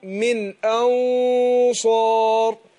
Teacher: النون في كلمة أنصار نون ساكنة، هنخفيها عند الصاد، بس الصاد حرف مفخم، فبفخم الغنة